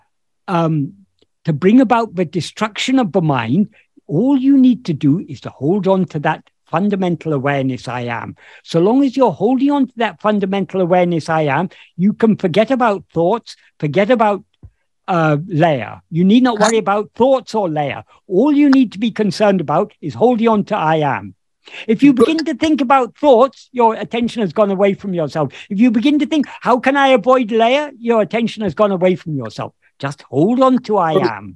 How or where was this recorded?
video call